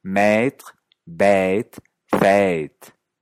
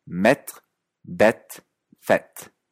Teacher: unas se dicen con una E alargada, a veces un poco diptongada, E, y la otra con una E corta, E.